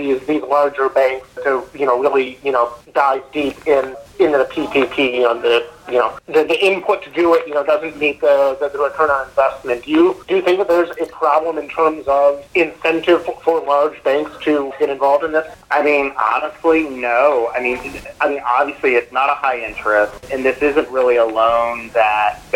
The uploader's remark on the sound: Excerpts from SBA Phone Conference. Shared here are excerpts of SBA's presentation and press questions.